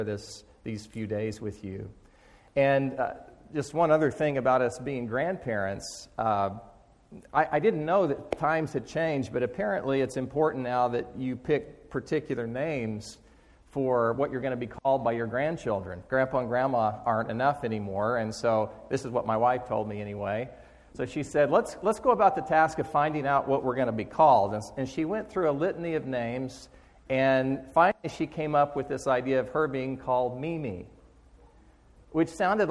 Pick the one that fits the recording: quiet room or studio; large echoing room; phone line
large echoing room